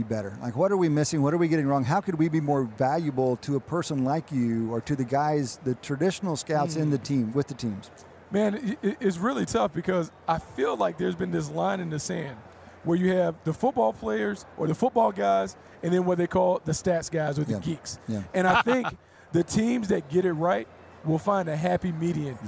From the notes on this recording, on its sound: live from Radio Row at Super Bowl LIII